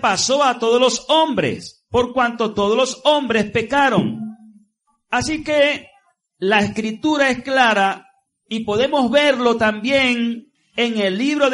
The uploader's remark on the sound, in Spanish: Transmitido en vivo desde la Asamblea de Yahweh Nazarena "Casa de Restauración" para la comunidad vecina y a través de la emisora.